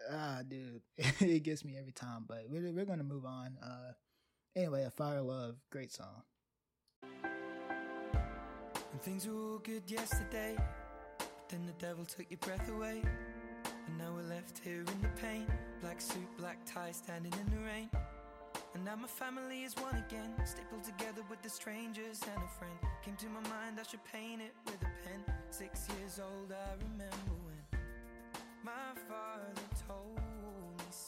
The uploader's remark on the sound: The audio might be a bit touchy (some music louder than others, etc.) as I didn't record this in one setting so I might have to adjust my voice levels.